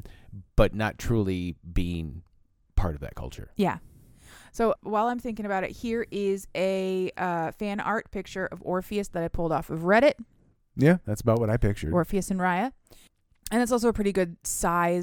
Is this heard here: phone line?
no